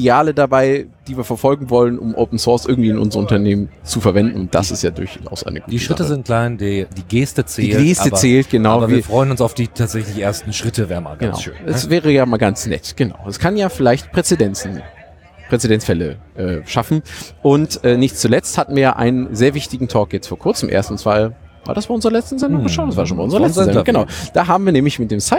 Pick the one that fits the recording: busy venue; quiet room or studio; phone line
busy venue